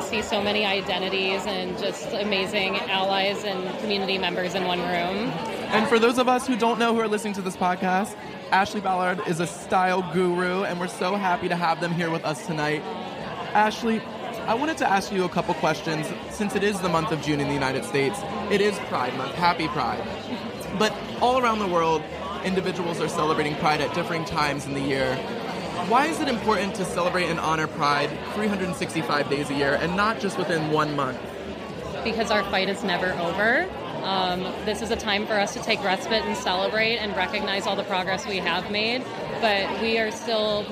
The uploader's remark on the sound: Live From The Celebration of Courage Gala